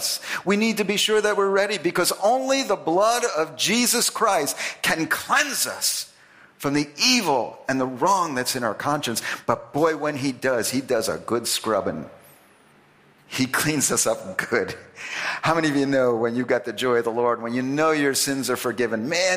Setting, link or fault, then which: setting, large echoing room